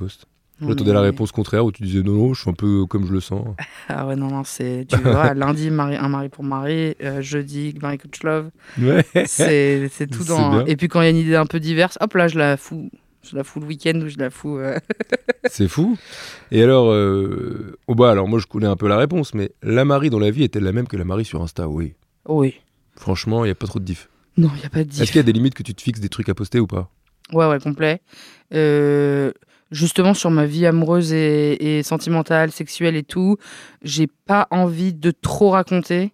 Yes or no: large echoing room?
no